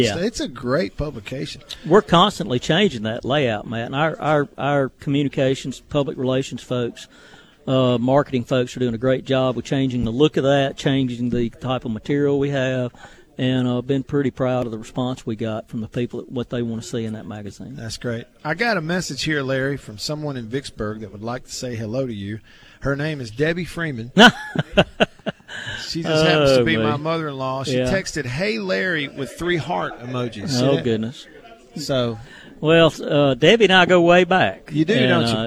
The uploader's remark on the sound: LIVE from DeViney Equipment in Madison.